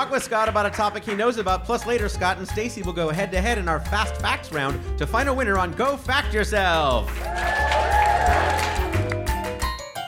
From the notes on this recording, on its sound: The show is recorded at Caveat in New York City. It's the first episode of Go Fact Yourself recorded in New York! The show is recorded at Caveat in New York City.